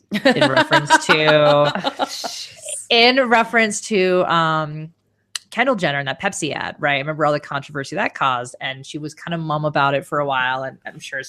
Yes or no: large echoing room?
no